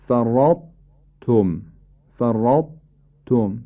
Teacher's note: حرف مدغم کاملا تلفظ میشه بدون صفت قلقله در قاف و طاء · Term: ادغام ناقص